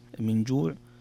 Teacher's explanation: نون ساكنة جاء بعدها حرف الجيم والجيم من حروف الإخفاء · Term: حكم إخفاء